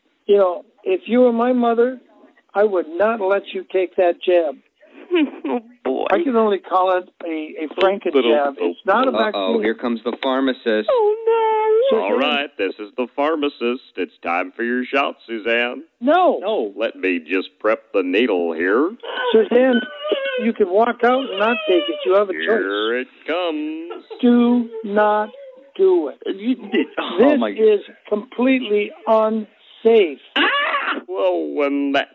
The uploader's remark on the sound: Phony Phone Call